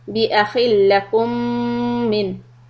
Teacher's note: بِأَخِلَّكُمْ مِنْ، hold mim shadda, and the noon sukoon is going to be izhar, because it's followed by حروف حلق